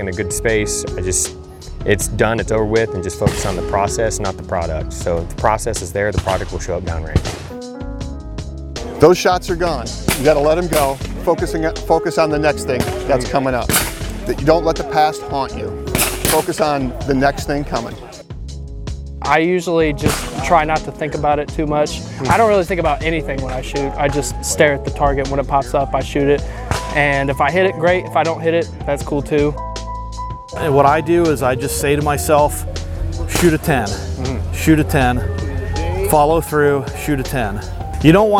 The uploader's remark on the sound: Interviews from Camp Perry's CMP National Matches. Held each summer at Camp Perry.